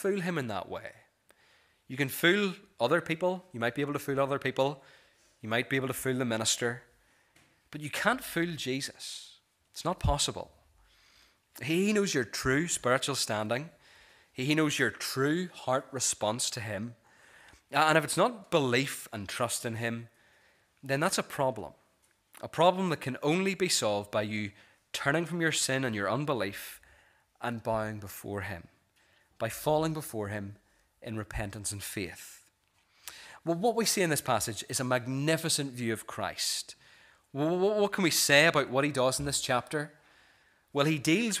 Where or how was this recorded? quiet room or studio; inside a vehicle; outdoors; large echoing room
large echoing room